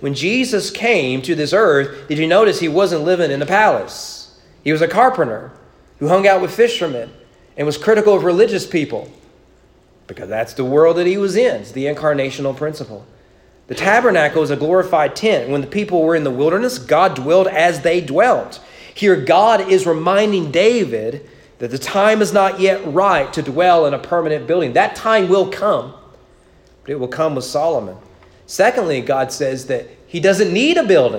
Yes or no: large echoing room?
yes